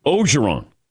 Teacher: I thought when you were at USC, your name was pronounced differently, like the R was a little more involved. And then you get to LSU, and it feels like they dropped the first R here